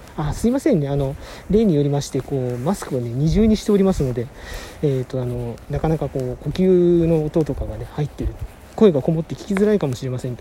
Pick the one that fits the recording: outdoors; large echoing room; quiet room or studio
outdoors